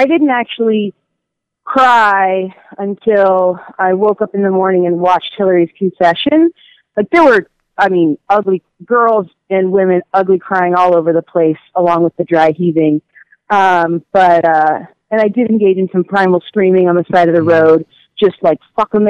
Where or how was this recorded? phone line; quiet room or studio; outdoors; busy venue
phone line